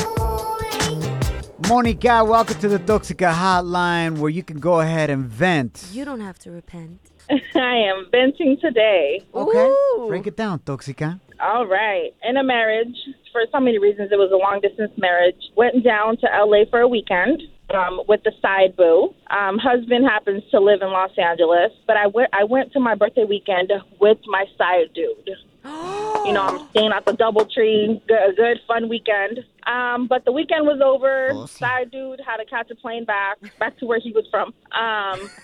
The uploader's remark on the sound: We opened up the phone lines and asked our listeners what's the craziest thing they asked their partners to do—to prove their love!